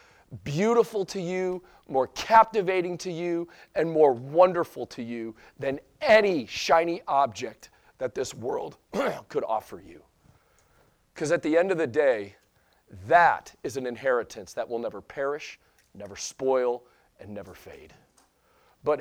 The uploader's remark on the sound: Sunday Morning Sermon Audio